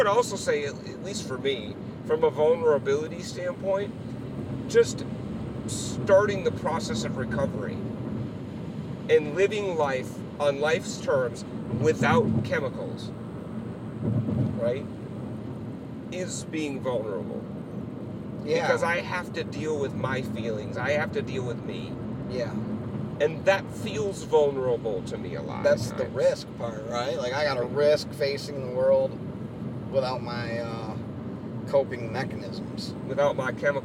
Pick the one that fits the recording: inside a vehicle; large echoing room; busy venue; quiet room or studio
inside a vehicle